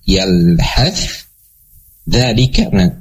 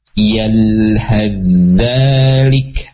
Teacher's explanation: huruf tha-nya masuk ke dalam huruf za ya · Shown in: second take · Term: idgham